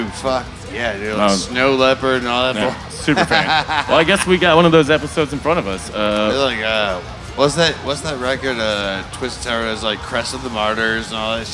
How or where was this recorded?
busy venue